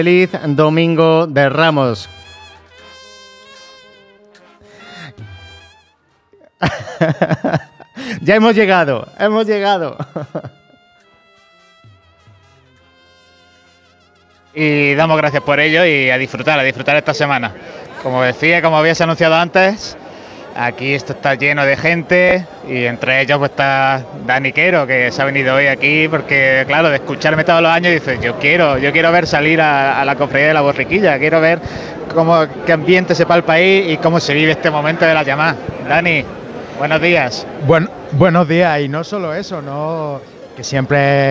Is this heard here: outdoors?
yes